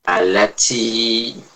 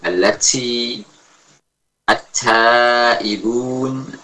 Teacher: yang terdengar adalah campuran suara ta dengan sin. Allati at-ta'ibun, ya, ini tidak tepat.